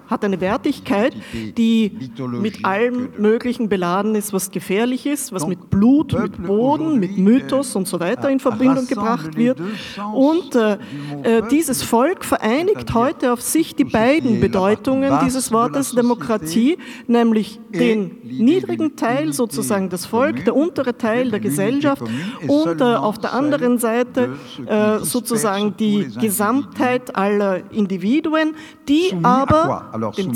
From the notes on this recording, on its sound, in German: Passagen Gespräch im Semperdepot. Im Wiener Semperdepot. Zu hören ist ein behutsam gekürzter Mitschnitt des Abends.